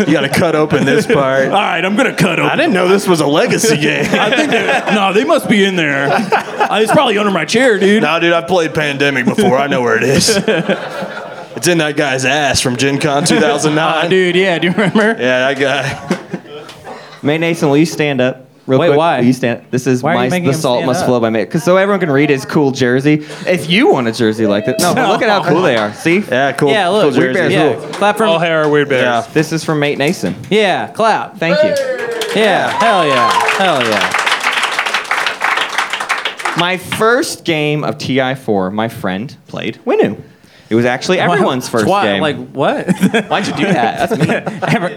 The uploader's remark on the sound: This episode was recorded LIVE at the Helium Comedy Club in Indianapolis, IN during the week of GenCon 2023!